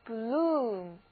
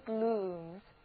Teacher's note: 注意字母组合 OO 在这里要发长的 U，所以这个单词就应该念作 bloom